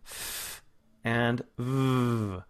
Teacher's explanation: made by bringing the top teeth in very, very, very close approximation to the lower lip. And you don't, I mean, you almost don't touch it.